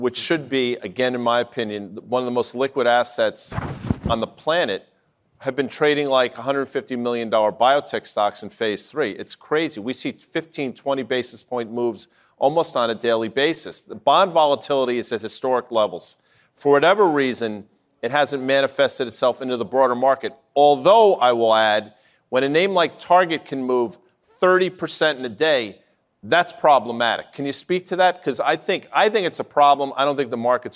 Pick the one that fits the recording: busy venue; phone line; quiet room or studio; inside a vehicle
busy venue